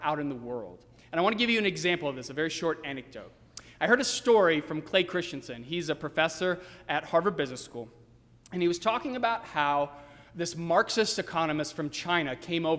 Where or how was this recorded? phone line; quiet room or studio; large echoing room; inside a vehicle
large echoing room